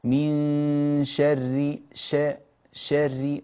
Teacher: تقليل فتحة الشين قليلا إلى جهة الياء، إمالتها نحو الياء · Term: إمالة